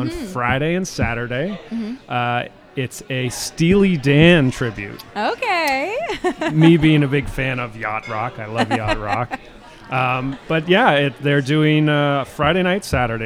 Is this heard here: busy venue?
yes